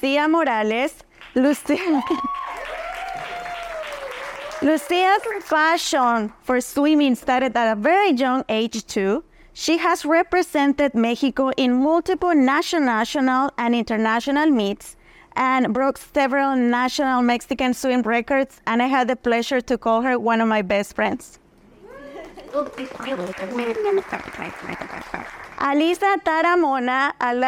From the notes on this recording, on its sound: our very first “Live Recording” episode